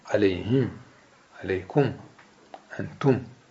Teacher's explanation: كل القراء يقف على ميم الجميع بالإسكان